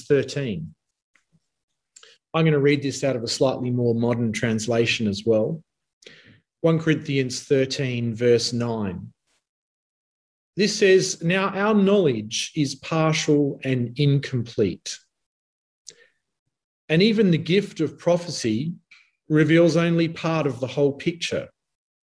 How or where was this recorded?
video call